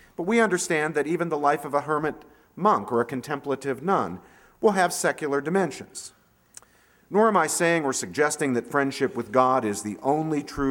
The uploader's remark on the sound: 2011 Commencement Address